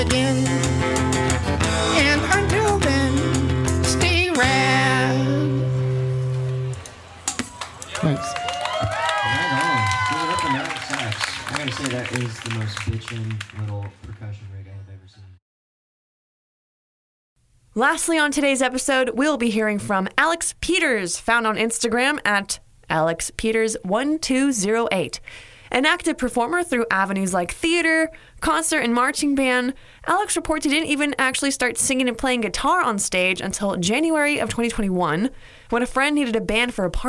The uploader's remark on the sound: Recorded live at Late at the Lake, at Mozart's Coffee Roasters in Austin, Texas on Tuesday, June 21st, 2022.